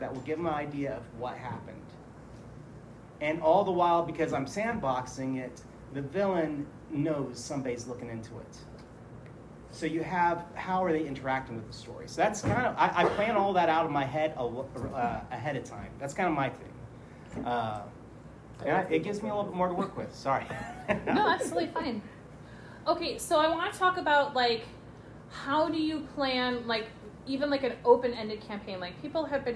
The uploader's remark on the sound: Live GenCon Panel. Darker Days Radio is hosting this panel discussion for players and storytellers.